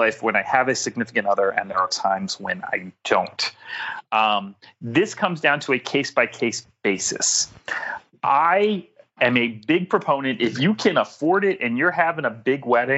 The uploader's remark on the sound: via Skype